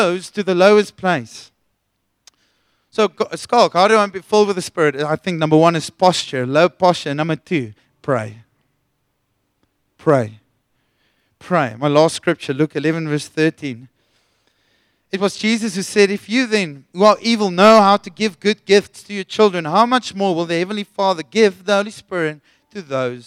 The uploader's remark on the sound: Sunday Sermon. At Joshua Generation Church Wellington AM congregation.